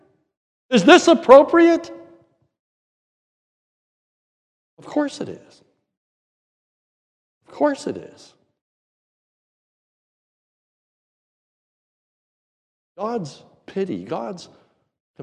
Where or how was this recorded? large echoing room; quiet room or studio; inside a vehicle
large echoing room